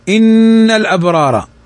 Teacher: نون فوقها الشدة تغن بمقدار حركتين